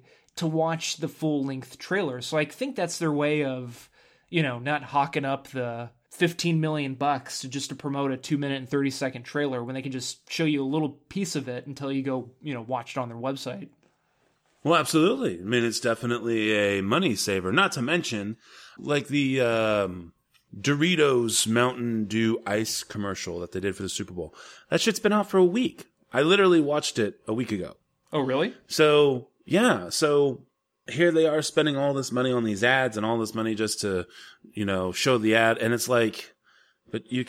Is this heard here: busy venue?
no